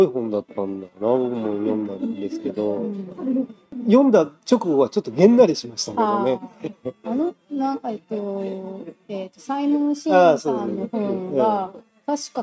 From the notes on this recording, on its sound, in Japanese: 外食店内の収録なので環境音が入ってお聴きづらいと思いますが